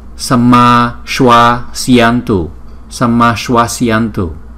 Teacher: chữ ma và chữ shwa này phải đọc kéo dài hai nhịp